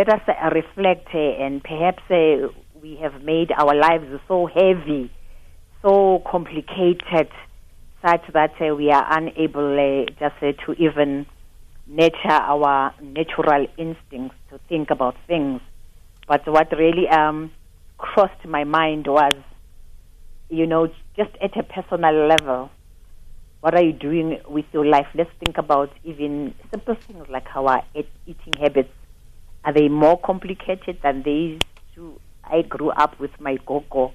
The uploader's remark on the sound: Guest (Phone)